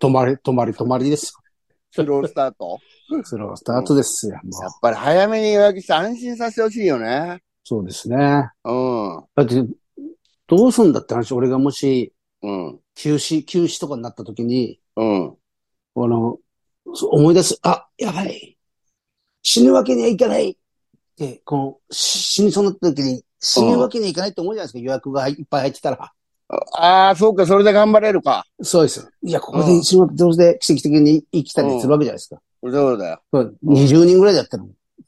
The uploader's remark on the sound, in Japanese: ZOOMで収録〜。